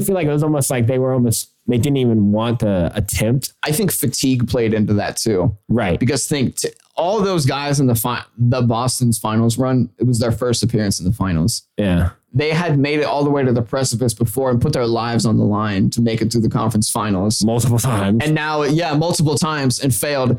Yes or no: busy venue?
no